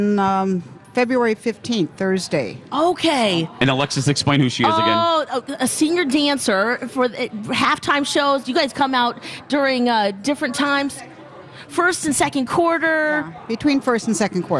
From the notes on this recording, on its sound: broadcast live from the AC Hotel for the Superbowl